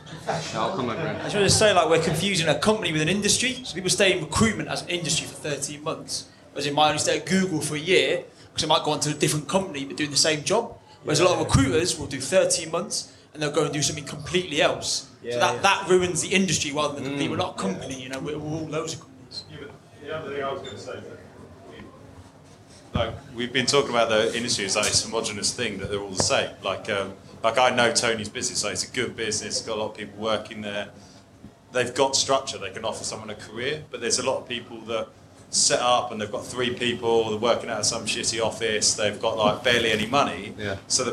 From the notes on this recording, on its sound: We hosted the very FIRST Recruitment Rollercoaster LIVE event in London. I was slightly worried about the audio being good enough quality to share as an episode however it has come out great. A brilliant panel discussion.